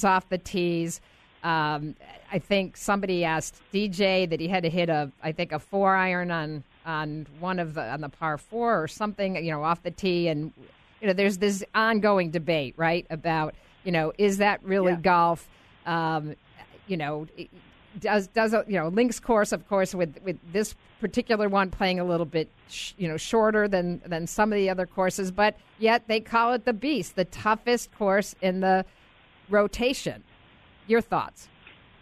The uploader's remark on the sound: LIVE From The Open Championship. Report LIVE from Carnoustie Golf Links, home of this year's Open Championship. With no rain for weeks, the Scottish fairways are brown and running fast.